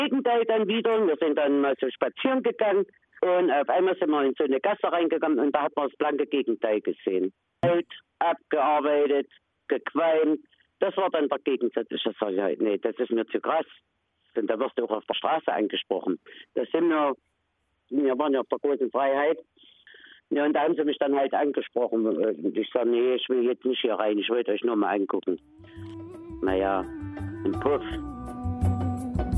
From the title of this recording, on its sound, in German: Porträt per Telefon